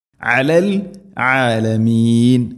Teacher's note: ആയിനിൻ്റെ ഉച്ചാരണം തൊണ്ടയുടെ മധ്യഭാഗം ശ്രദ്ധിക്കണം